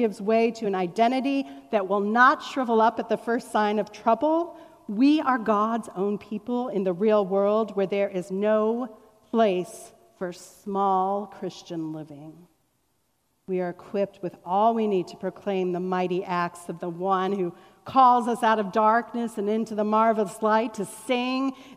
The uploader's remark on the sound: Was recorded on September 12, 2021 at Fairmount Presbyterian Church in Cleveland Heights, Ohio, during our Celebrate Sunday (Welcome back to Church!) event.